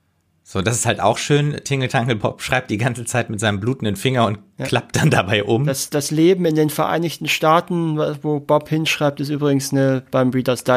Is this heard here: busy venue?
no